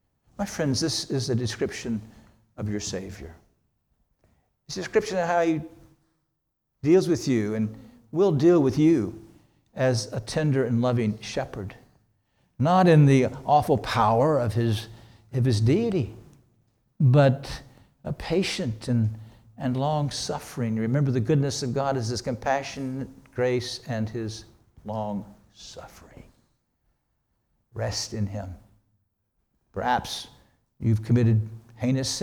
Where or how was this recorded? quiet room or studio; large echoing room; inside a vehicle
large echoing room